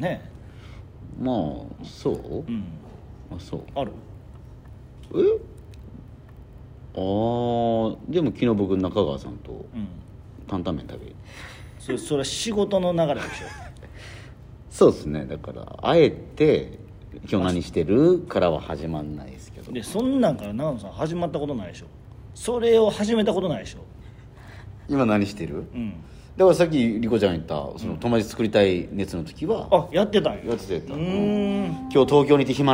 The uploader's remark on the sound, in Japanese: 東京公演中に、あうるすぽっとのロビーで収録しました